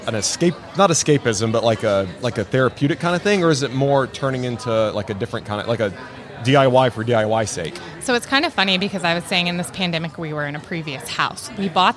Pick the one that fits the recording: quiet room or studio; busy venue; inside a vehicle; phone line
busy venue